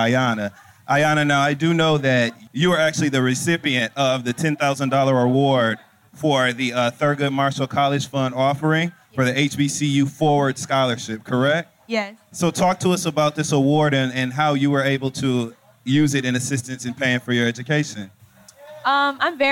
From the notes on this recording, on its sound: Live audio of The Friend Zone at the Florida Blue Florida Classic 2018 in Orlando